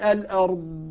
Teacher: إذا لم أعطي الاستطالة لن تظهر الضاد